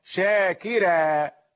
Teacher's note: شاكرا، راء مرققة لأن الكاف كسرتها موصولة بالراء